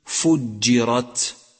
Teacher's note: هذه الحروف الثلاثة الجيم والشين والياء تسمى الحروف الشجرية نسبة إلى موضع خروجها شجر الفم أي شجر اللسان وما يقابله من الحنك الأعلى